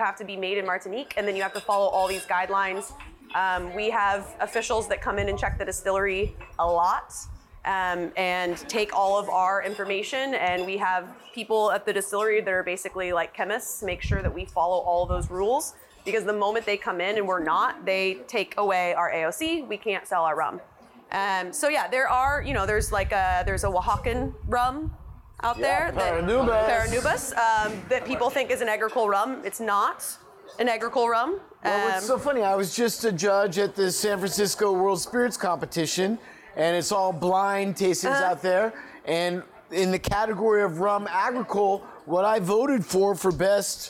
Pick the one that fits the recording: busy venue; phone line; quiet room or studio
busy venue